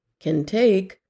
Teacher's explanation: In can take, the word take should be said a little louder and longer than can. · Term: word stress